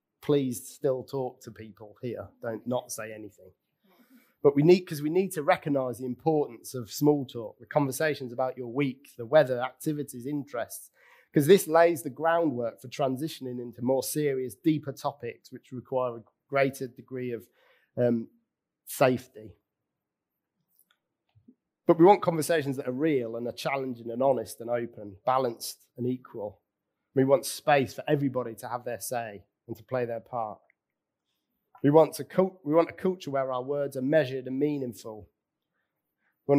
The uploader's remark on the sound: Recorded at Central Vineyard, Sheep Street, Northampton on 22nd May 2022